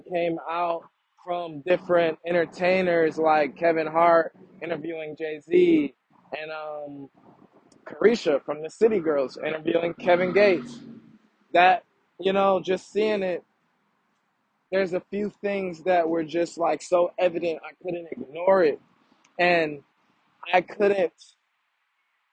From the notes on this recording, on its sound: Audio is shakey… still working on that.